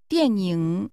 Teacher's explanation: The tones are falling. 电. And falling rising.